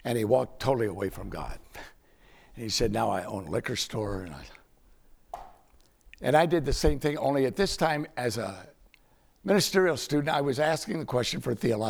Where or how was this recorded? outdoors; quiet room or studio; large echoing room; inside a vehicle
large echoing room